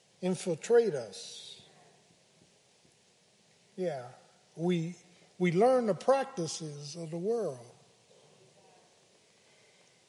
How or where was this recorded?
large echoing room